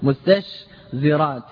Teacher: توسط الشين وهي مهموسة الرخوة، بين التاء وهي مهموسة شديدة، والزاي وهي مجهورة · Term: التنافر